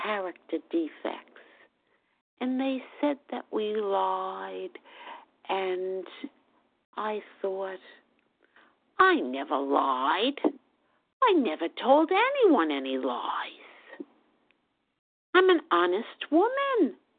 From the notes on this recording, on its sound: the 100 Pounders Phone Meeting, 10/19/23